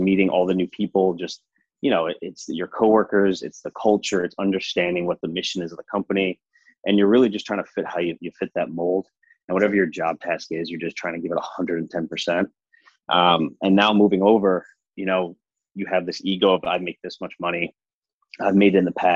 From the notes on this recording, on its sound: Monday Live Zoom Recording